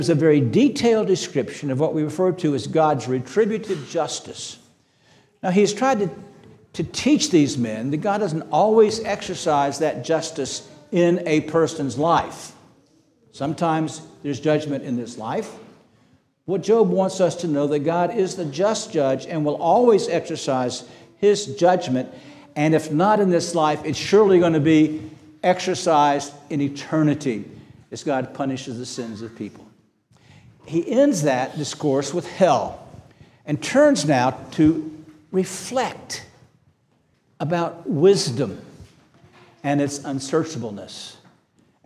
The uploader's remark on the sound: This sermon was preached on August 20, 2023 at Antioch Presbyterian Church. At Antioch Presbyterian Church, a mission work of Calvary Presbytery of the Presbyterian Church in America located in Woodruff, South Carolina.